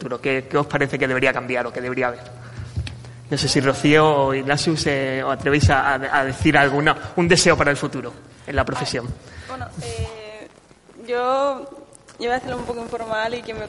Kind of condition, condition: setting, large echoing room